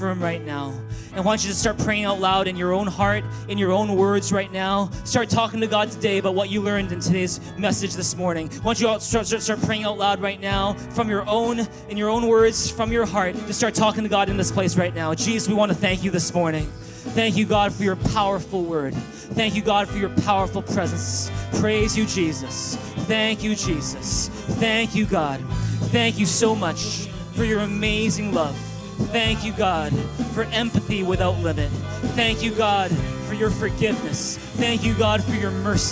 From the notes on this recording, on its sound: Recorded on October 22, 2017 at Thrive ChurchVancouver, Canada